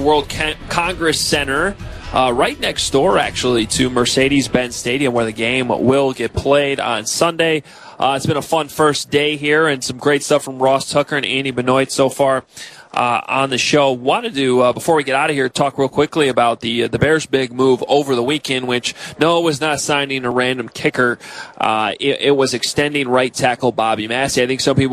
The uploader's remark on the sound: Live on Radio Row in Atlanta as the city and the rest of the football world get ready for Super Bowl 53.